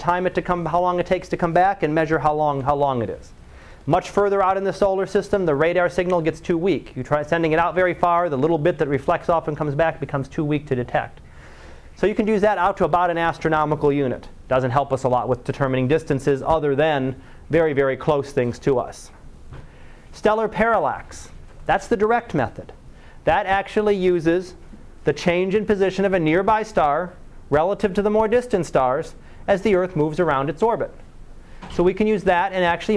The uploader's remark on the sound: Live Class Lecture